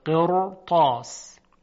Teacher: در اینجا حرف را ساکنه، قبلش کسره وجود داره، قاعدتا باید ترقیق بشه، اما چون پس از را ساکن حرف اطباق و استعلای تا قرار گرفته و این حرف درشت تلفظ میشه، فلذا حرف را هم تفخیم شده به خاطر تبعیت و سازگاری با اون.